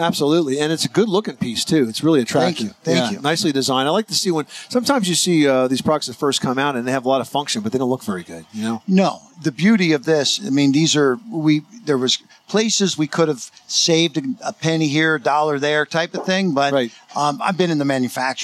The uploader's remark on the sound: At 2018 National Hardware Show. Live from the 2018 National Hardware Show.